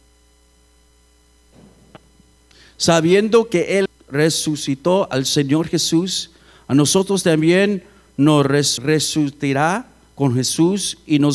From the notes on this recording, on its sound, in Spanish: Grabado en Iglesia La Casa Del Alfarero. Edinburg, TX.